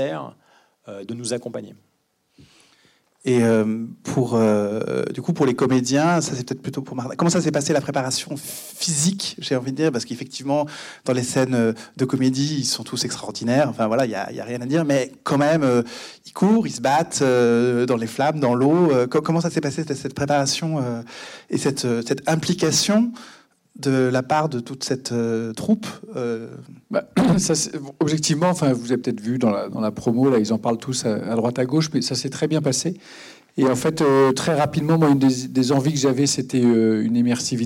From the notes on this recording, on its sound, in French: Pour la troisième édition de CST Première, le rendez-vous des cinéphiles de la CST en partenariat avec le Publiciscinémas - Paris.